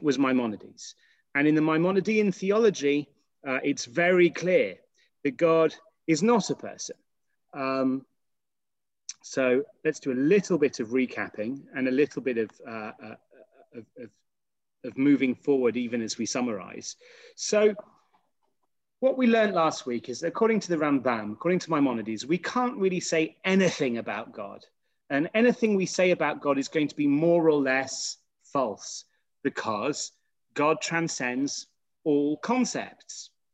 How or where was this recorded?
video call